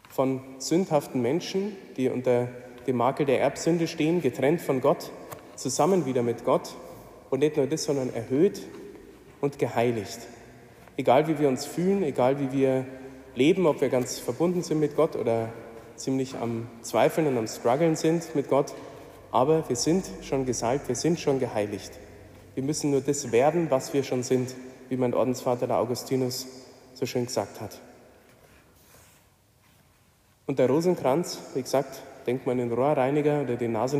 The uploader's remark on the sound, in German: Die Predigt hielt ich bei der "Nacht der Anbetung" in Wolfsburg.